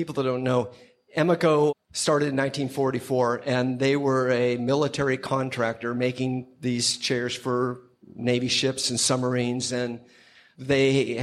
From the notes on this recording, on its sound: Special thanks to WantedDesign for hosting this episode of Clever LIVE at their event during NYCxDesign.